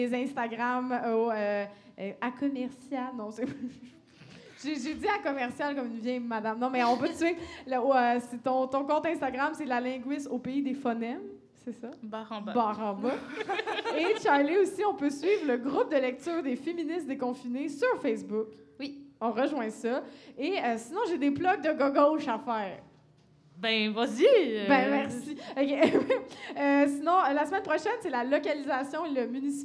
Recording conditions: live audience